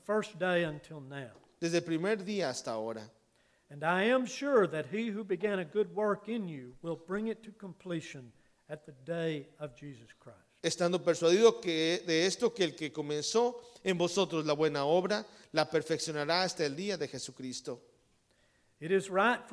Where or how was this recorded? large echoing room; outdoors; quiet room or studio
large echoing room